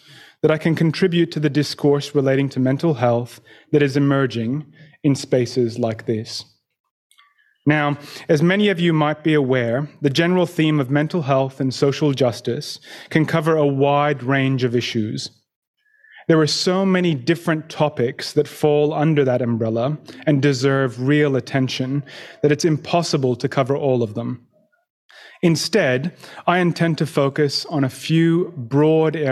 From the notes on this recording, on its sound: In this live forum presentation